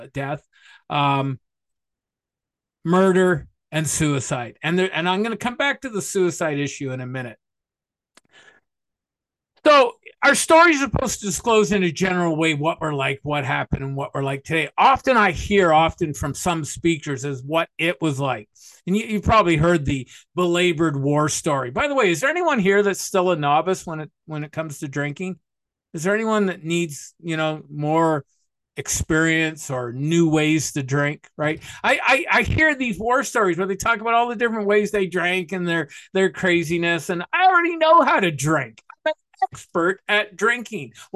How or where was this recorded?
video call